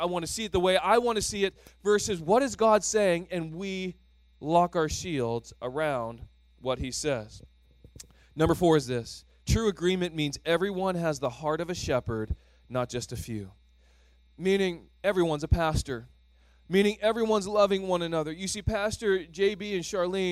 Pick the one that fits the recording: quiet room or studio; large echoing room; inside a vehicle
large echoing room